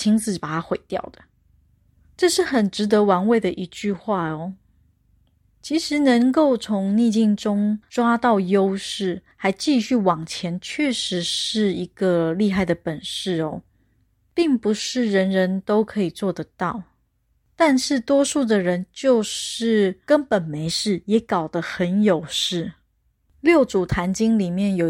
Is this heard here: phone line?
no